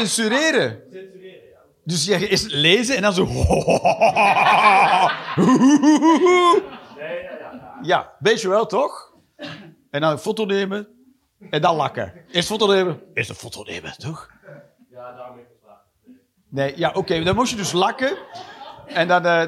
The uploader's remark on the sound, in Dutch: Live 6 September 2023, bij ComedyhuisClub, Utrecht